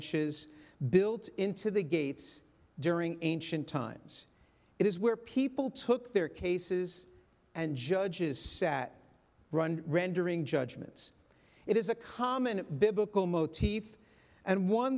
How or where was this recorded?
large echoing room